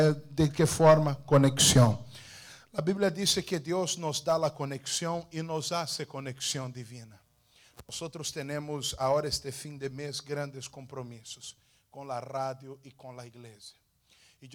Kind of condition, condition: setting, large echoing room